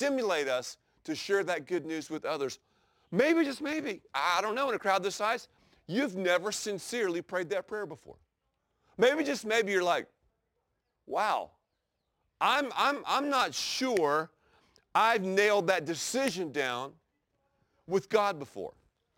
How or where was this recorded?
outdoors